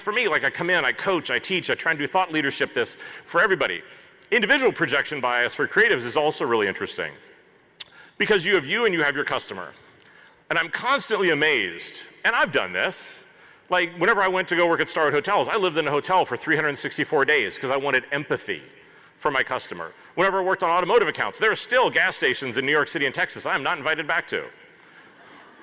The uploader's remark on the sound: This episode is a replay of my main stage keynote from HOW Design Live 2019.